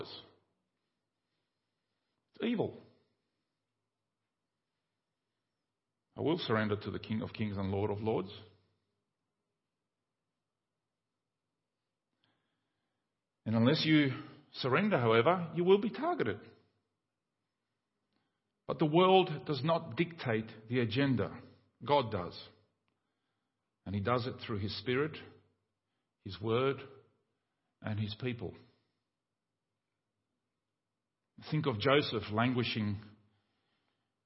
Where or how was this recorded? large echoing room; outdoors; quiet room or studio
large echoing room